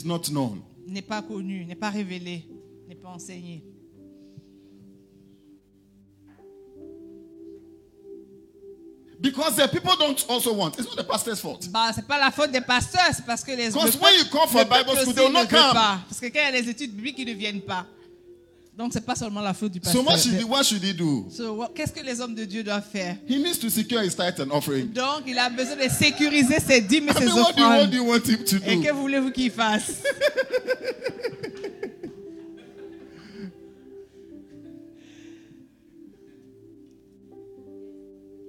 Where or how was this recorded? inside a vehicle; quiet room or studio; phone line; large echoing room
large echoing room